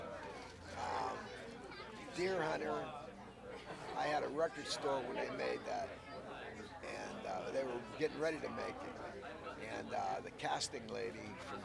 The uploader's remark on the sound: live from Pittsburgh's Horror Realm Con 2020.